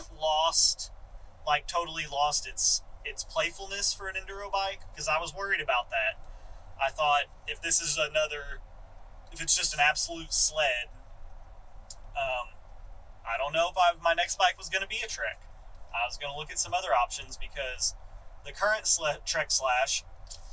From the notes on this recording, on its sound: This is a random podcast we recorded on the drive to Shepherd Mtn.